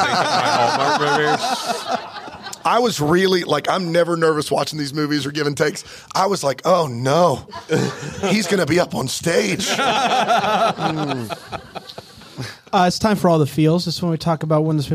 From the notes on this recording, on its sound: LIVE from ATL. LIVE in Atlanta!